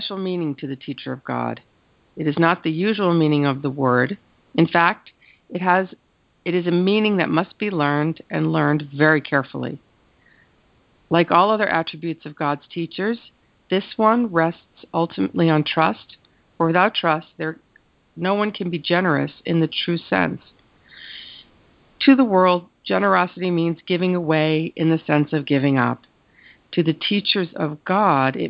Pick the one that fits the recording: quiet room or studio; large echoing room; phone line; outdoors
phone line